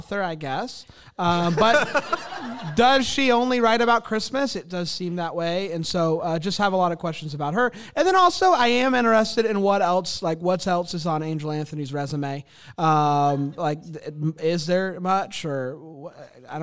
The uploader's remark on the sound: LIVE from Greenville, SC